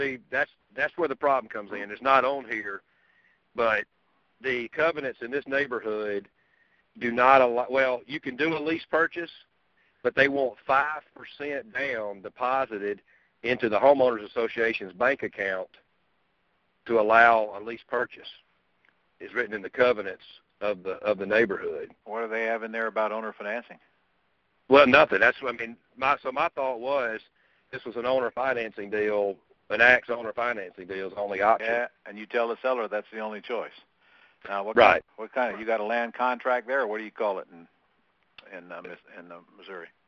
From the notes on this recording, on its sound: Q&A Call